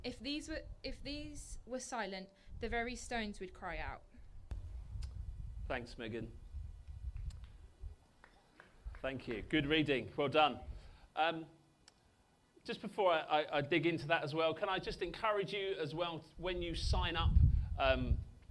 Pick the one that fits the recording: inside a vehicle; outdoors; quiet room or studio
outdoors